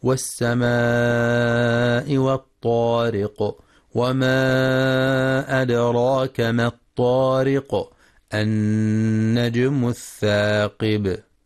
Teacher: ينتبه القارئ في كلمة والسماء للمد المتصل الواجب، يمد بمقدار 4 أو 5 حركات لحفص من طريق الشاطبية، وفي وما أدراك ينتبه للمد المنفصل وقلقلة الدال، كما ينتبه لترقيق الراء في كلمة الطارق مع مراعاة قلقلة القاف عند الوقف.